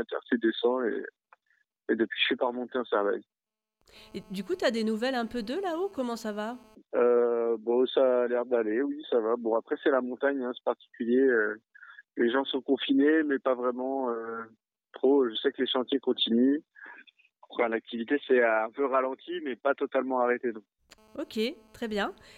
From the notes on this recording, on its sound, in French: Au téléphone. De Vernet-les-Bains.